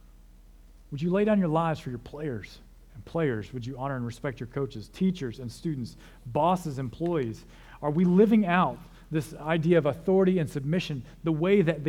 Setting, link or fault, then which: setting, large echoing room